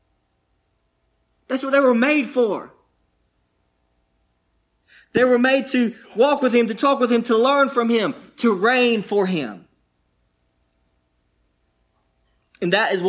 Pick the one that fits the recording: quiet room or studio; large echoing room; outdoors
large echoing room